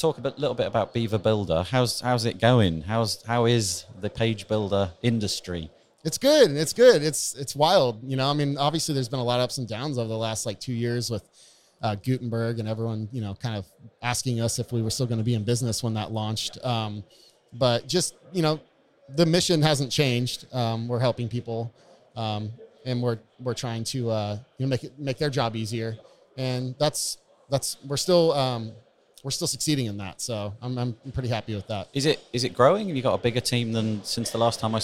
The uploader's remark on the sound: Today is another episode which was recorded live in the halls of the Estrel Hotel in Berlin. This was the location of WordCamp Europe in 2019. You’re going to be hearing some background noise, as I found it nye on impossible to keep 3,000 WordPressers quiet!